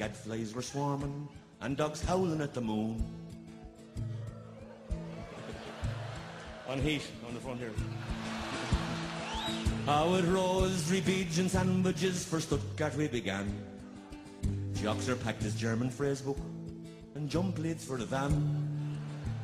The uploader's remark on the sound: The lads come live from The Irish Embassy on Yonge street right after the Ireland v Belgium game.